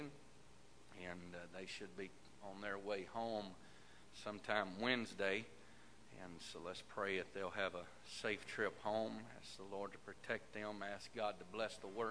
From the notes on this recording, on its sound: This message broadcast live from the First Pentecostal Church of Silsbee, Texas.